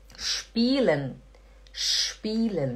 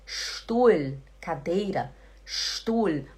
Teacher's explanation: Assim como o ST também faz som de sh, o SP também faz som de sh.